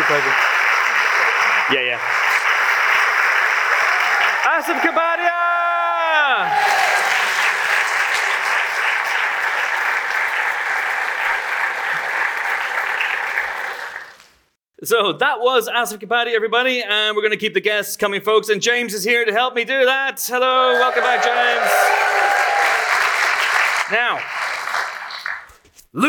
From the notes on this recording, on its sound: We once again staged a live show at Kings Place, London. Took to the stage in front of a packed crowd of loyal listeners.